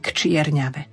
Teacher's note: To K musí byť počuť, ale i musí byť neznelé. K čierňave.